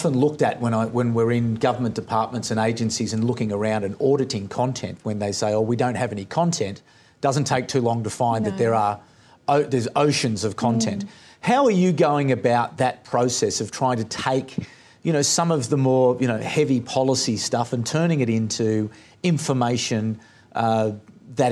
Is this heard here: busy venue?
yes